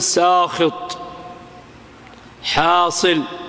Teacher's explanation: حرف الاستعلاء هنا يمنع الإمالة